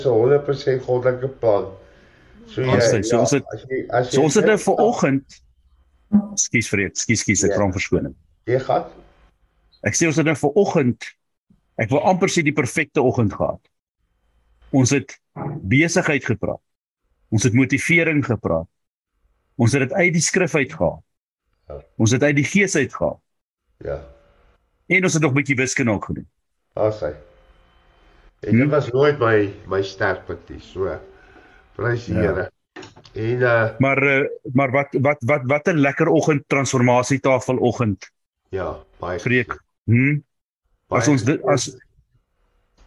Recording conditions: video call